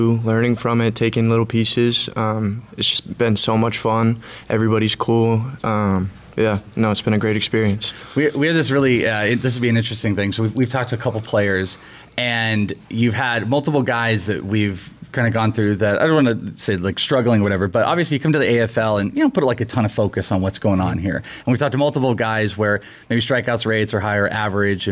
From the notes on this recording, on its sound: We're podcasting LIVE from First Pitch Arizona!